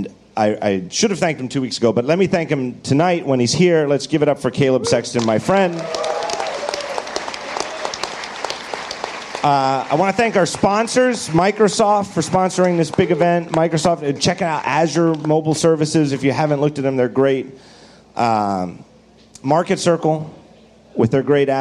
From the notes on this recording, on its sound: Live From WWDC 2014